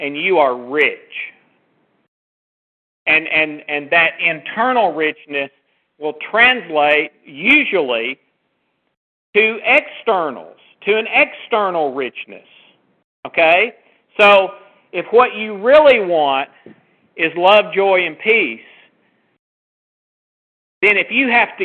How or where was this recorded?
phone line